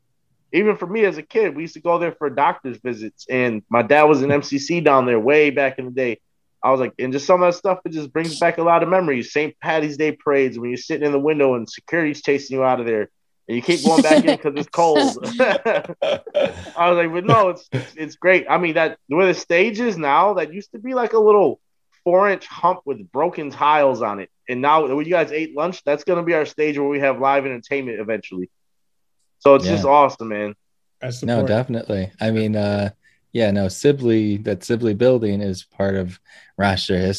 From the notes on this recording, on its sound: Recorded Live on Zoom